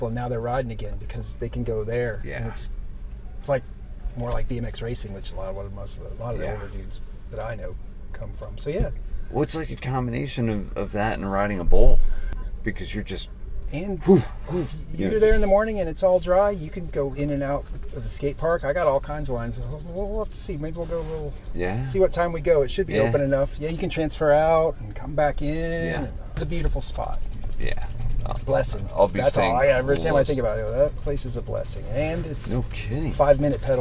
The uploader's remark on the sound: Recorded at Swampfest a few weeks back. The last of the Florida recordings.